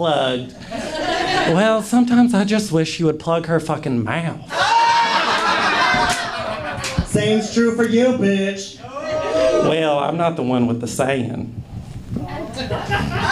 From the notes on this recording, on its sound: Live audio from Roast in Peace